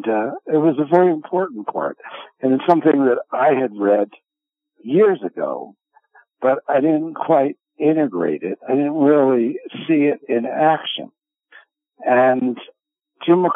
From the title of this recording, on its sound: Conference Call LIVE, June 27, 2022